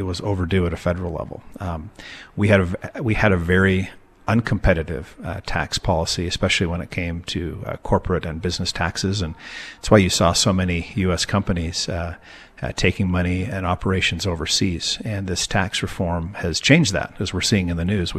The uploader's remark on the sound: For our annual live broadcast from the Utah State Capitol in Salt Lake City on the opening day of the Utah Legislature.